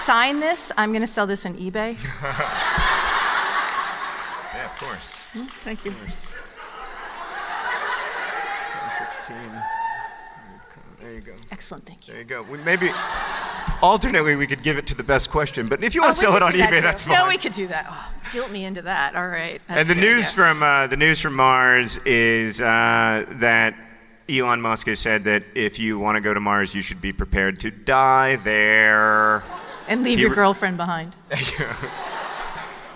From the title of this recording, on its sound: Live from NerdCon: Stories